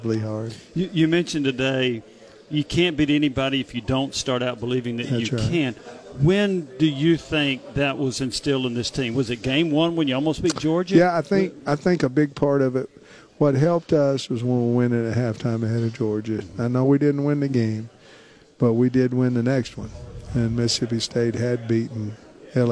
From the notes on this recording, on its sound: live from SEC Media Days